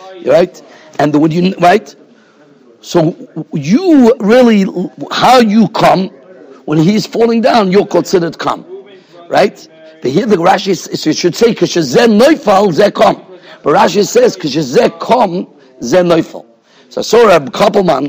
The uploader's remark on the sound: Shiur recorded in Yeshivas Ohr Reuven, Monsey, NY.